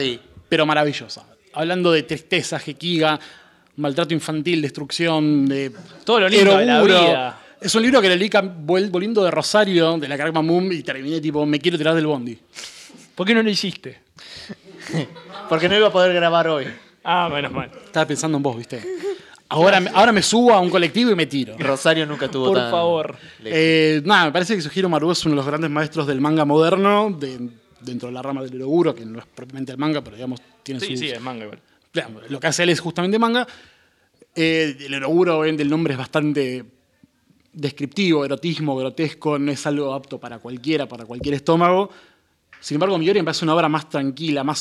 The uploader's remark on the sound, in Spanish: Primero de los tres registros realizados en nuestro evento realizado el pasado día 14 en Sector 2814. ¡Con la participación estelar del público, que hacía fila para opinar!